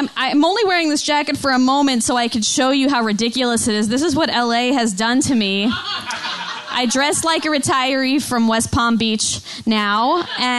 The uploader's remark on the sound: A live show. Musical accompaniment/performance. Recorded live at QED in Astoria, NY.